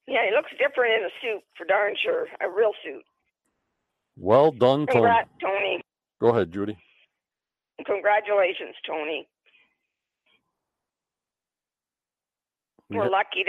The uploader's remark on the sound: on the phone